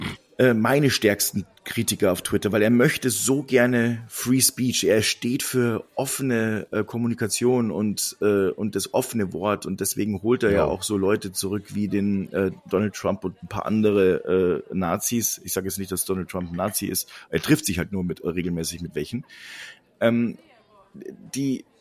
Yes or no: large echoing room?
no